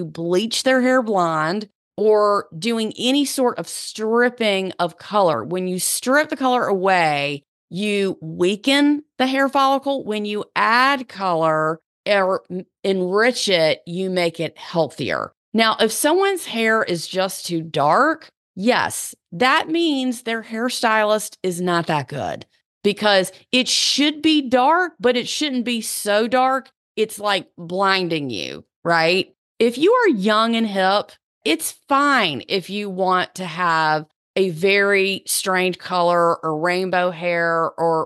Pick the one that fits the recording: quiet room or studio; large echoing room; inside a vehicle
quiet room or studio